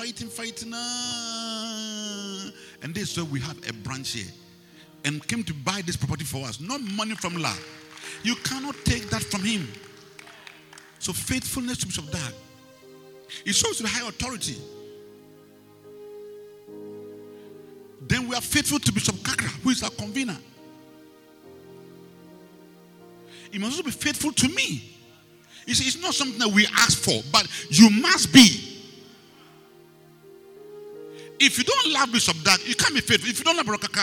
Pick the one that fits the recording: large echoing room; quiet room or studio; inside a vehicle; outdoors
large echoing room